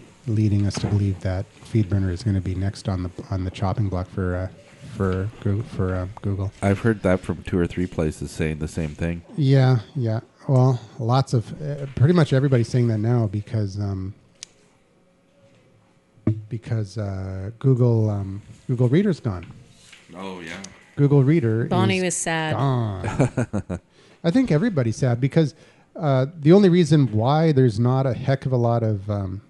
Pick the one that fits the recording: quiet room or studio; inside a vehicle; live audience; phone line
live audience